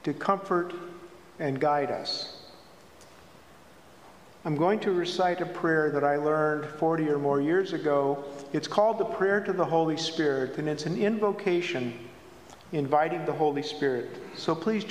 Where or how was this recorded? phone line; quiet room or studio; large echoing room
large echoing room